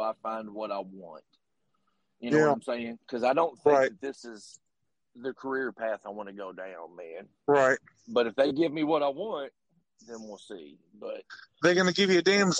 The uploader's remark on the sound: I man in the car alone with his thoughts but today I got a guest.